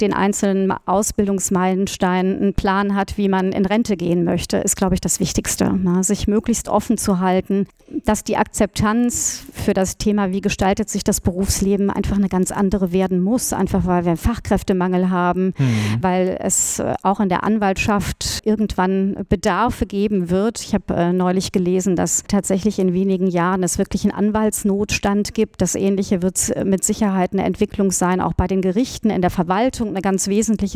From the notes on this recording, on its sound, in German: In dieser Folge von Irgendwas mit Recht hört ihr re-live vom Legal Hackathon Cologne 2023 bei Ebner Stolz.